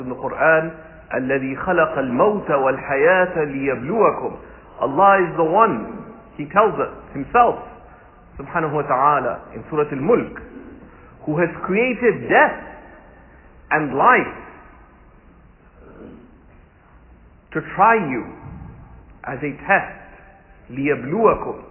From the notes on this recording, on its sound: This talk was taken from a Friday sermon (khutba) delivered at Sayeda Khadija Centre